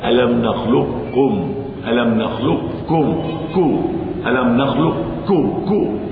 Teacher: الإضغام الكامل، وهذا ما نص عليه الإمام الشاطبي وغيره من الكثير أو كثير من الأئمة، وهذا راجح، أن يضغم القاف في الكاف فيقول هكذا: ألم نخلقكم، ألم نخلقكم كو، ألم نخلقكم كو، على القاف مباشرة، على الكاف مباشرة، القاف تضغم في الكاف مباشرة، إضغام محض، لا استعلاء ولا شيء، القاف في الكاف مباشرة.